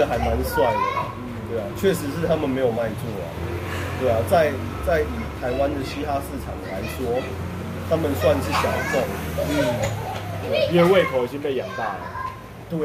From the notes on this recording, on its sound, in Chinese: 錄音地點：台南 牽咖啡 Chen Coffee